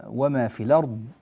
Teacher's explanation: في الوقف على قوله تعالى وما في الأرض، الضاد في قوله تعالى الأرض، اجتمع عند الوقف ضاد ساكنة وقبلها راء ساكنة، فاجتمع ساكنان، والساكنان إذا اجتمعا لا بد من بيان حق كل منهما وإعطائه زمنه الكافي. فالراء زمنها متوسط بين الطول والقصر، وهو ما يعبر عنه علماء التجويد بالبينية. والضاد زمنها طويل نسبيا، وهو ما يعبر عنه المجودون بالرخاوة.